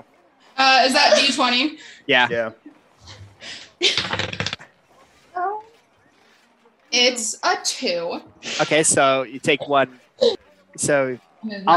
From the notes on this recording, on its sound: The audio on this episode is a bit rough, should be fixed by next time.